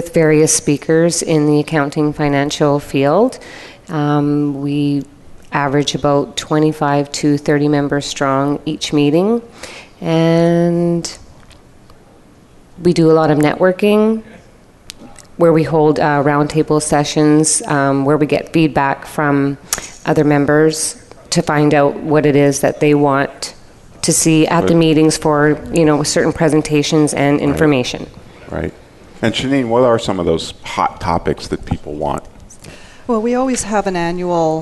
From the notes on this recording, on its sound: At the 2016 IPBC Ignite Confrence. Live Broadcast at the The IPBC IGNITE Conference.